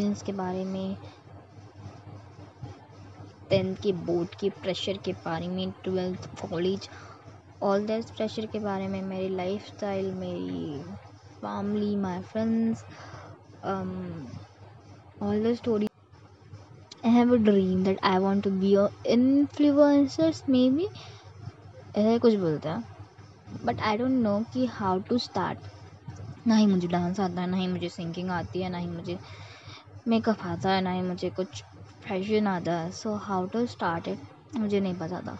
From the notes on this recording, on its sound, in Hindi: If background sound aarhi hai to ignore plzz. Yrr middle class family ka ye hi problem hota hai ki ek kitchen aur ek hall hota hai vahi hamara ghr hota hai.